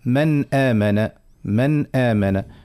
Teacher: ما نعطيوش غنة زايدة، ما نعملش حتى شيء، تقعد الغنة الأصلية اللي في أصل النون وفقط · Term: الإظهار